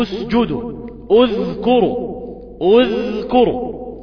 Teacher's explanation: لان الثالث الحرف الثالث محرك بالضم، فعند الابتداء منها انطق بها مضمومة · Term: ضم همزه القطع